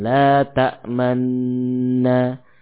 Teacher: idgham diiringi dan disertai dengan ismam, bibir maju ke depan atau bahasa yang lain dengan menghimpun kedua bibir